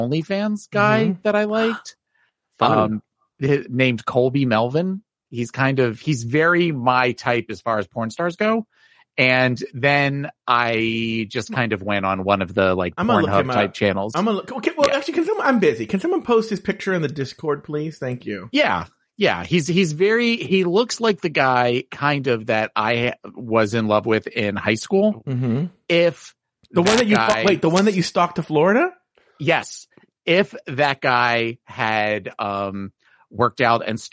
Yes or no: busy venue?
no